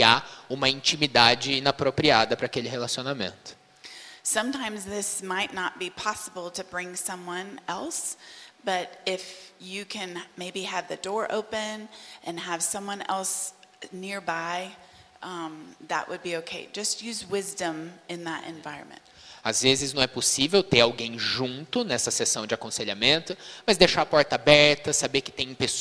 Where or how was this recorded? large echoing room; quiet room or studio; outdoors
large echoing room